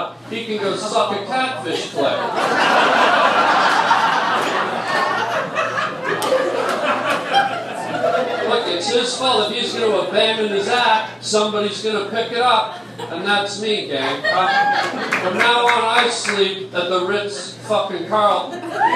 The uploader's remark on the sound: LIVE ON STAGE